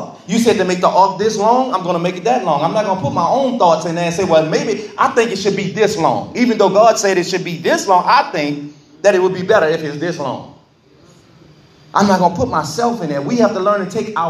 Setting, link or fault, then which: setting, large echoing room